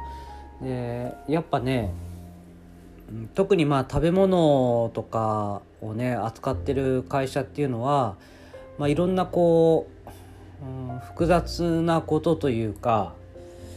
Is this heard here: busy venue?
no